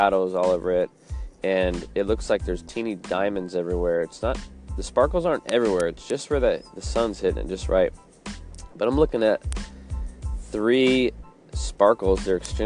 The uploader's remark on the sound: Live from Alaskan dog walk.